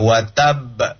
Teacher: Dan dia akhir hurufnya adalah ba ditambah dengan tasdid. Maka pantulannya itu lebih. Ya, pantulannya itu lebih. · Term: qalqalah kubra